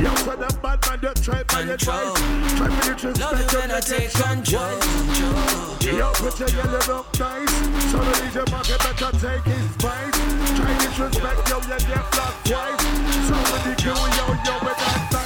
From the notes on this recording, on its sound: Live from [THE BLAST]. Hyped to present to you the audio from a set packed with unrivalled energy + serious good vibes. This was our last show before lockdown and it was a special one.